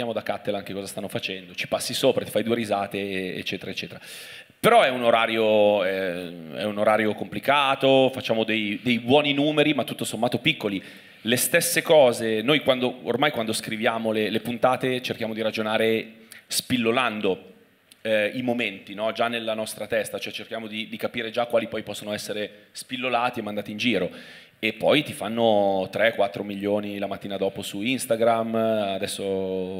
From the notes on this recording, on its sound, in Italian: Prima puntata milanese di Tintoria LIVE. Registrato a Milano presso Santeria Toscana 31.